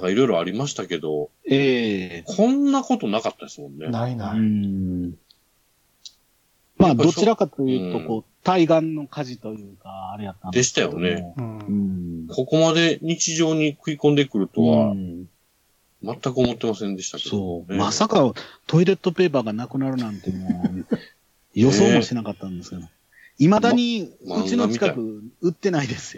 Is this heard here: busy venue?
no